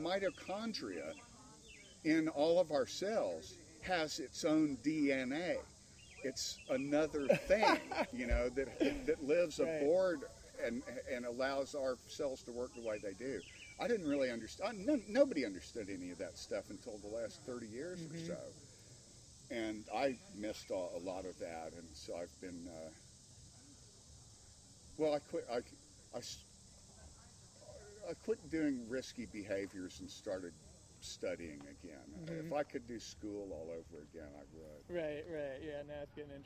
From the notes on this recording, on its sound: recorded at Starwood Festival XXX on Wisteria Campgrounds